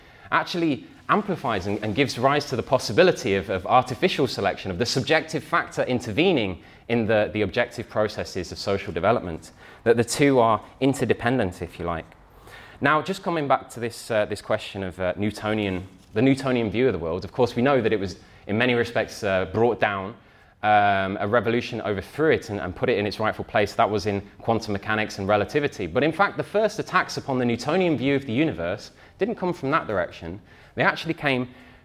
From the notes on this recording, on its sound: talk from Revolution Festival 2019